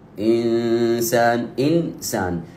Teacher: إذا لم يكن أي حرف من حروف الإظهار أو حرف الإقلاب أو حروف الإدغام فإن الحكم يكون إخفاء حقيقيا، بمعنى أنني أخفي هذه النون ويكون لها حالة وسط بين الإظهار والإدغام وأضع مكانها غنة قدرها حركتين